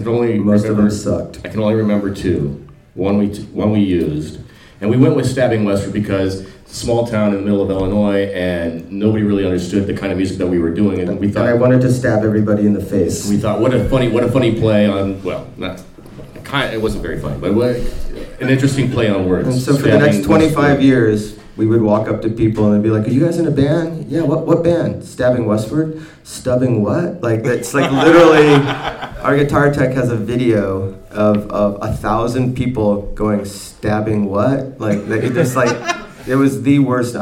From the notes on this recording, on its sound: The panel took place at Dark Side Of The Con 3, presented by VampireFreaks. The con crowd’s great questions.